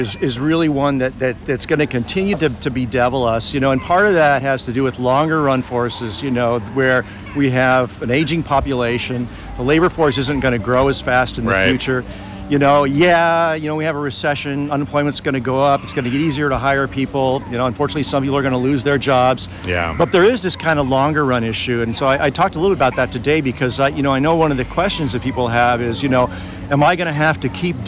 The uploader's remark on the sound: Aloha from the Western Candy Conference 2023! Live from Hawaii!